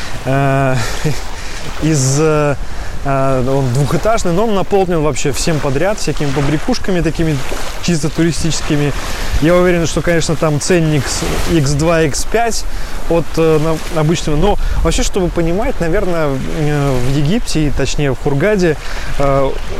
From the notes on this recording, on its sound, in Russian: Этот выпуск я записал находясь по колено в Красном море. В Египте, в Хургаде, в отеле Титаник Роял.